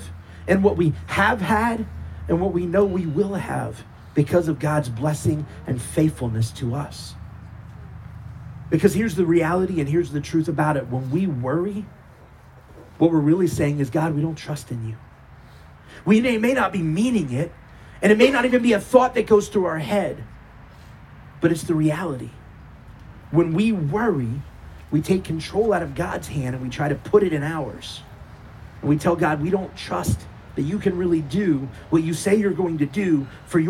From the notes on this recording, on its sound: Our service under our giant Sukkah on the CMC property. This was an outdoor service, so please forgive any random noises such as traffic going by.